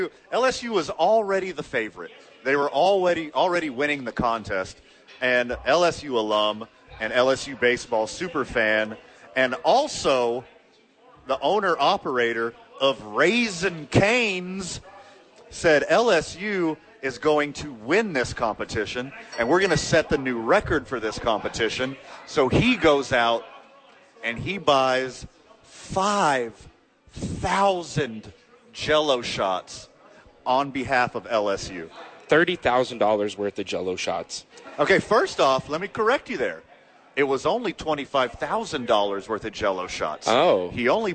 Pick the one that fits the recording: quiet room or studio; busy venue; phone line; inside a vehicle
busy venue